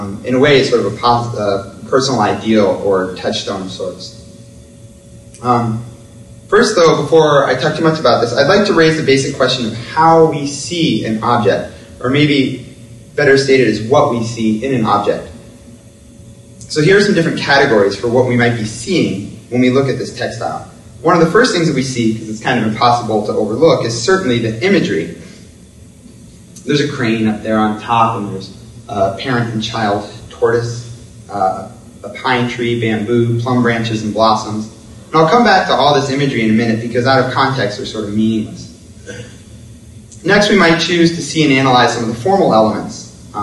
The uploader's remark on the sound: Public lecture. Coincides with exhibition.